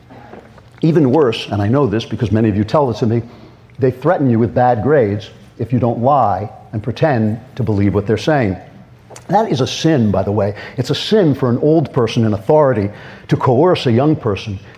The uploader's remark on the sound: Speaks live in front of a student audience at Young America's Foundation's 44th Annual National Conservative Students Conference held in Washington DC.